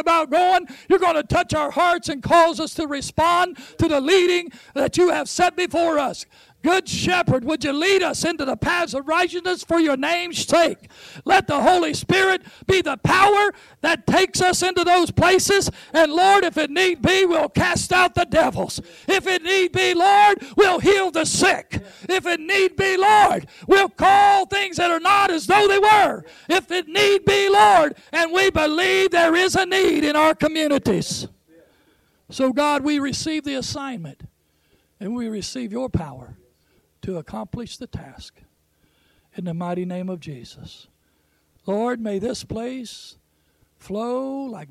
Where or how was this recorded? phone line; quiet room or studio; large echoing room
large echoing room